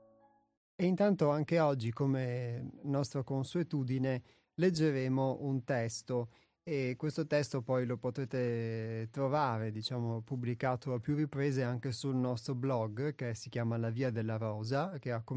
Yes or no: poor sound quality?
no